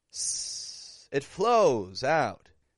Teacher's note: There's a flow of air that pushes the sound out between the tongue and teeth. · Term: fricative